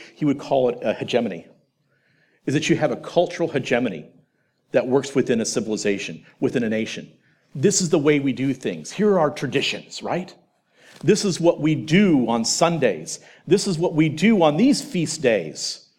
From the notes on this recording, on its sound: presentation from The Theology of Marxism Conference